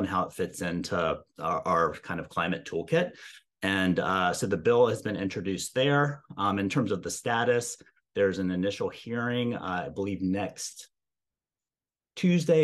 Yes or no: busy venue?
no